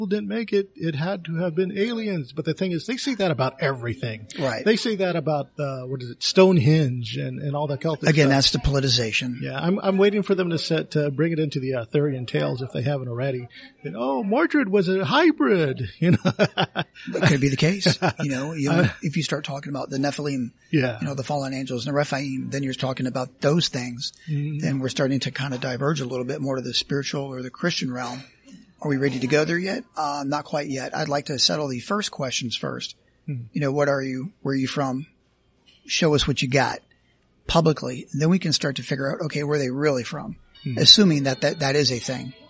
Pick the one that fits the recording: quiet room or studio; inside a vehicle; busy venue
busy venue